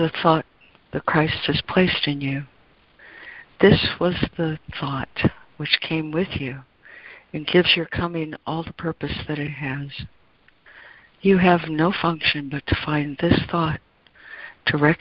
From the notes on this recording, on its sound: ACIM Daily Conference Call